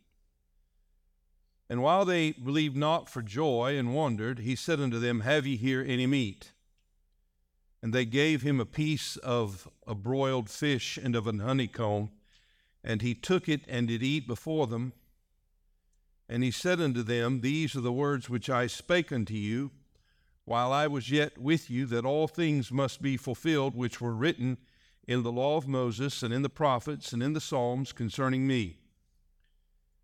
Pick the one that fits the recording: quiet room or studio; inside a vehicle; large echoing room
large echoing room